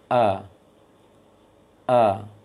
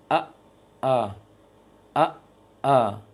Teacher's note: Maka ketika mengucapkan hamzah pasti akan tertahan suara dulu. · Term: syiddah